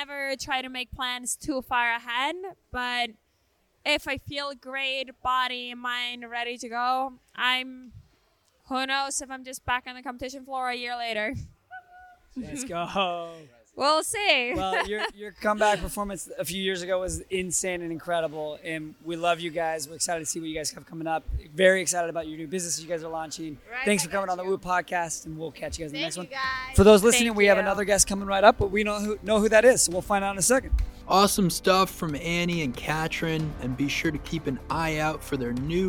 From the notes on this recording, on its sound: Live from Wodapalooza. We were down in Miami at Wodapalooza.